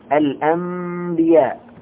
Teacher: هنا نقلب النون ميما، فلذا سمي قلبا، قلب، قلبنا حرف النون إلى ميم.